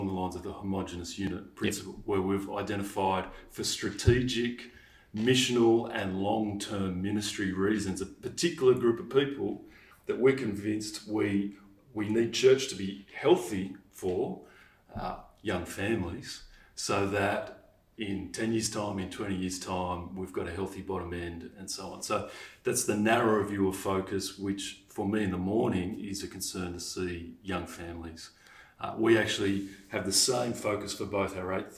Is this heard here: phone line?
no